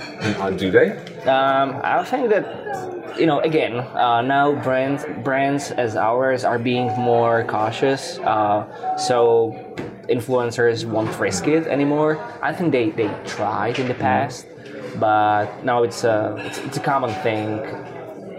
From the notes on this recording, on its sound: Recorded the interview in Ichiran Ramen in Brooklyn.